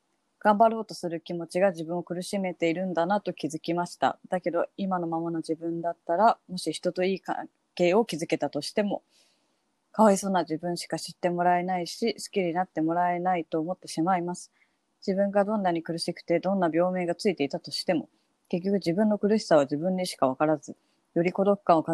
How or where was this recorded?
video call